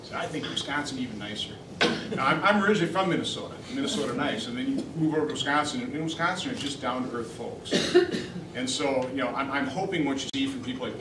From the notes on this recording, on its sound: Addresses The Ripon Society on March 5, 2015. WASHINGTON, DC. Appeared before a breakfast meeting of The Ripon Society.